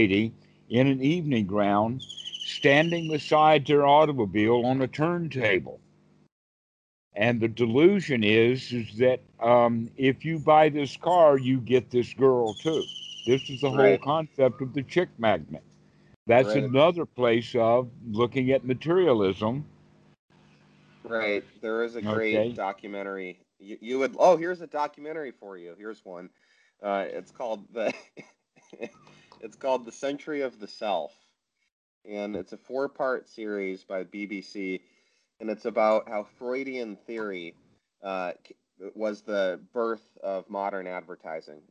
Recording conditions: video call